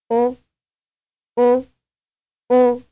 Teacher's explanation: It is pronounced with the mouth relatively closed and rounded. · Term: vowel 4